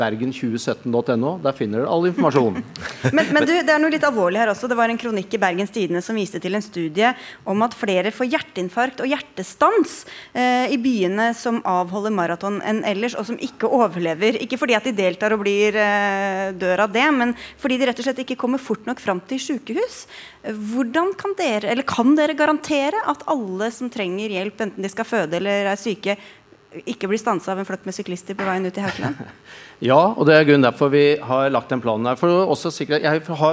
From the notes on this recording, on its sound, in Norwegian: Vi er midt i Bergen sentrum på Ole Bull scene - med et herlig bergenser-publikum.